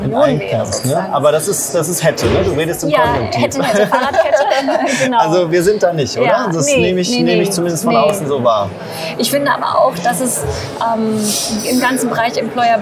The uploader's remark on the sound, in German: sie fand vor wenigen Tagen live, mitten auf dem Recruiting Community Festival #RC22 in Berlin statt